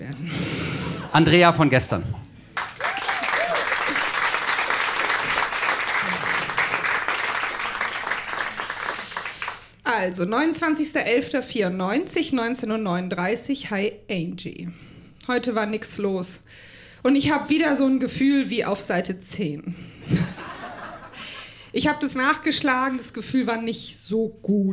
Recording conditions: live audience